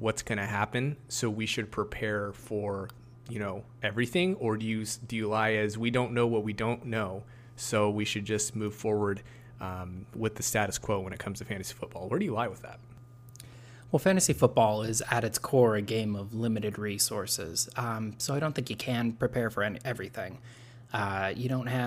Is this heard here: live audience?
no